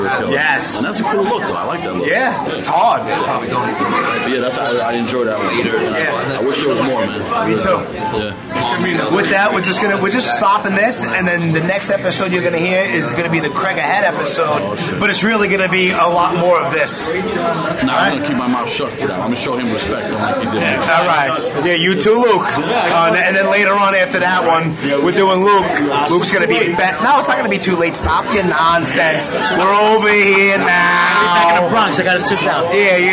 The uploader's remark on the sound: Live from Rosa's Pizzeria in Queens. Wind up at 2 different pizzerias in Queens recording.